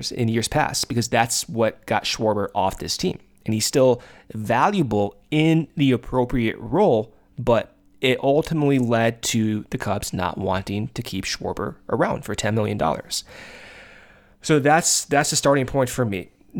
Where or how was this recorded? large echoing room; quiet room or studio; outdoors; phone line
quiet room or studio